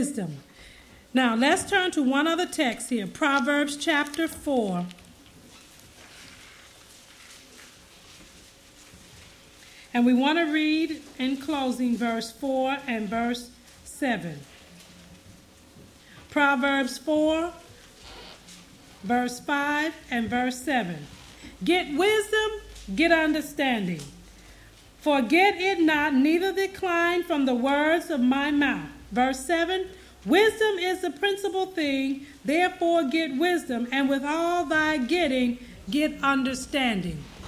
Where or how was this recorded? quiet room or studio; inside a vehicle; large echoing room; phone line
large echoing room